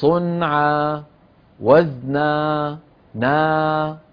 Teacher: لما تقفي على صنع وزن لا تختمي الكلمة بهمزة، لا تقولي صنع وزن، لا تختميها بهمزة، قولي صنع وزن نا هكذا، ألف ليس في آخرها همزة.